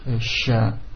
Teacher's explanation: Itu pengucapan sya, adanya tafashi, menyebarnya udara. Bukan sa, sya, penyebarannya banyak, hembusan udaranya, nafasnya.